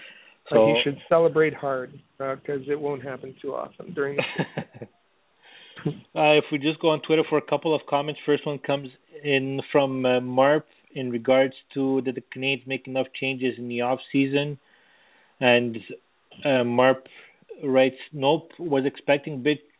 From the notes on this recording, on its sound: we take your phone calls